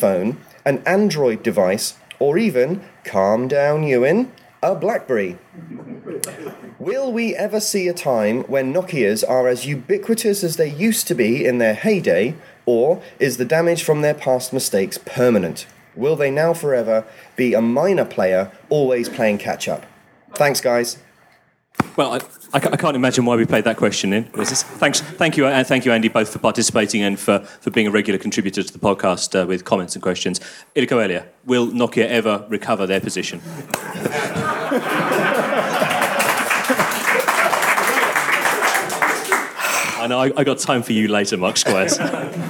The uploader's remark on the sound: Last week we held the first public '361 Live' event "Mobile Question Time" sponsored by Nokia and LBi at LBi's HQ on Brick Lane in London.